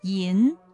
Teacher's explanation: 石灰吟的吟字它是前鼻音